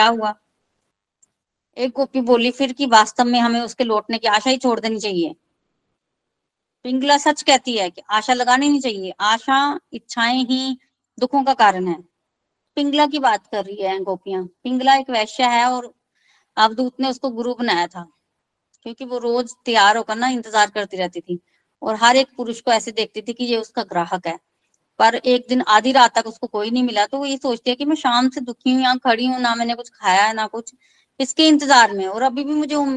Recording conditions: video call